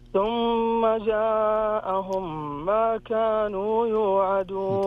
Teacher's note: حبيت أسمع الغنة في الميم المشددة، مرة أولى قرأتها ثم جاءهم بدون غنة